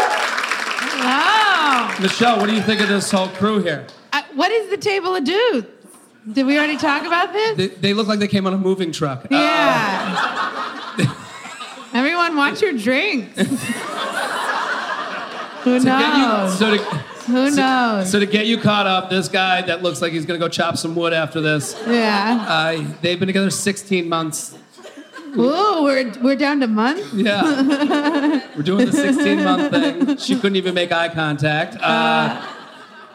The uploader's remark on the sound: LIVE From Helium St. Louis